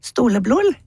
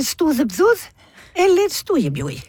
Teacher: Og så det at småbarn som ikke har lært å bruke tunga på denne måten enda, de sier jo, de finner andre lyder da. Typisk enten l, eller v, eller y I stedet, sånn at storebror blir til stoleblol